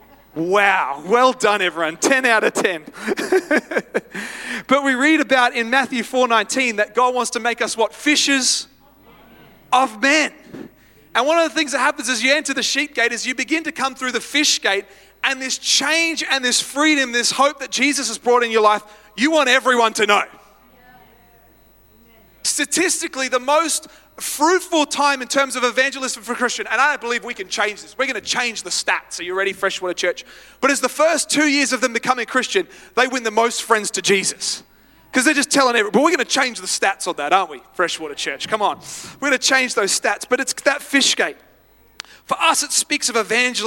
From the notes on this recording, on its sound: live at Freshwater Church on Sunday the 15th of October, 2023